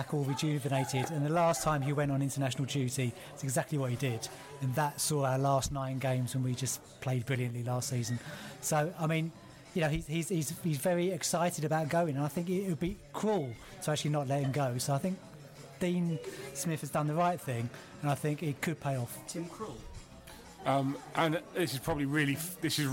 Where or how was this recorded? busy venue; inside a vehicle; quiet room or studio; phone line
busy venue